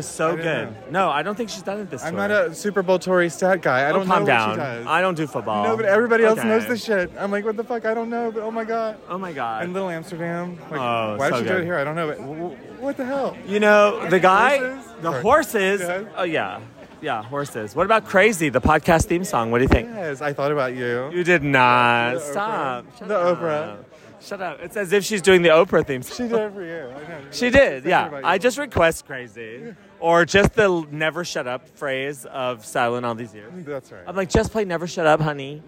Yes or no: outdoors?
yes